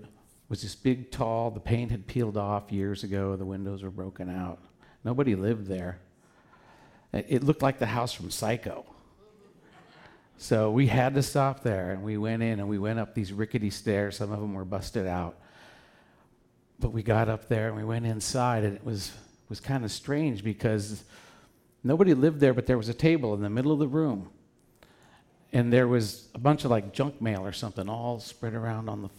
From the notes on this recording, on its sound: Back with Portland Story Theater as part of their On The Road Show. Live at The Fremont Theater in Portland, OR.